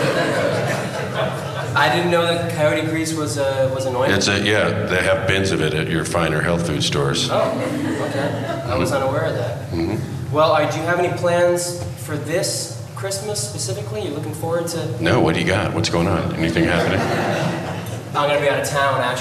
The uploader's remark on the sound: LIVE from UCB-Sunset